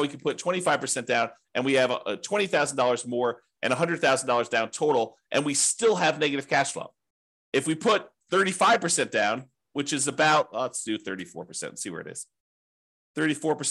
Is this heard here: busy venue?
no